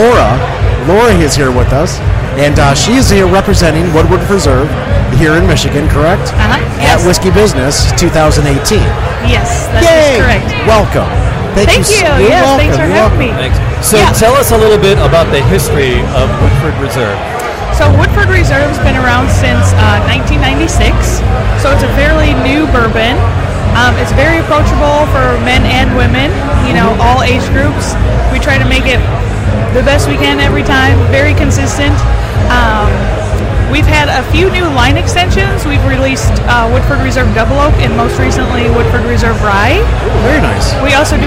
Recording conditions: busy venue